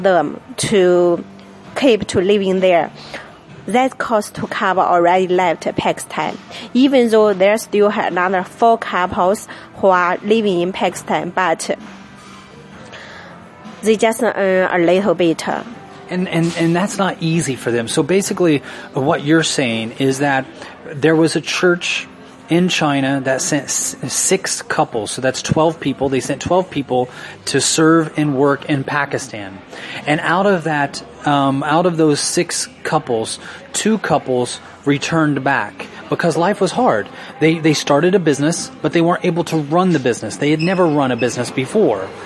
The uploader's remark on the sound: Live From Denny's Diner